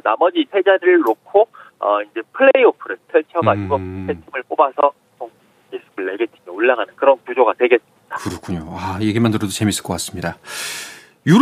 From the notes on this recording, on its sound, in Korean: 전화연결